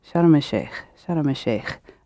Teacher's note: It's that kh in the back of the throat.